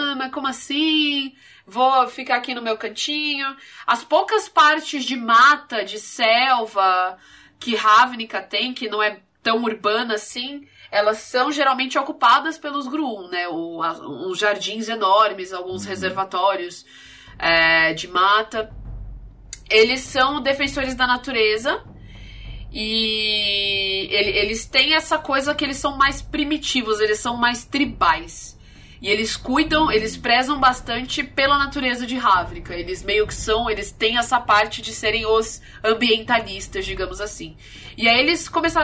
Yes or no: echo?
no